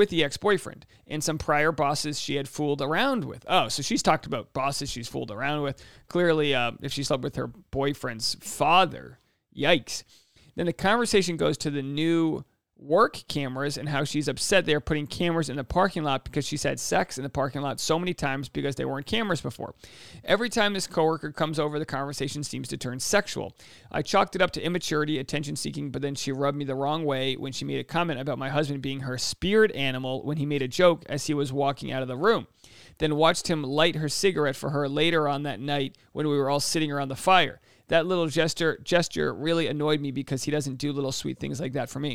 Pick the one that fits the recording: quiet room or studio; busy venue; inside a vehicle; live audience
quiet room or studio